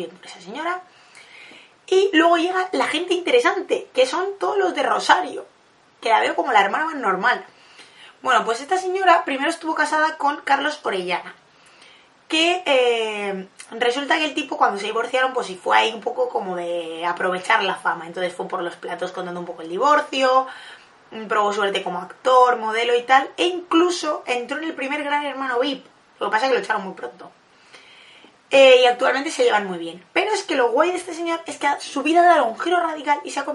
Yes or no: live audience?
no